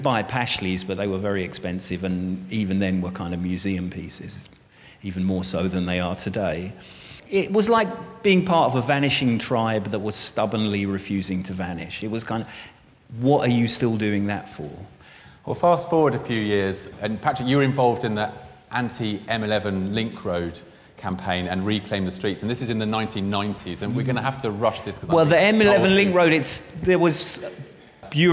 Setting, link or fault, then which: setting, busy venue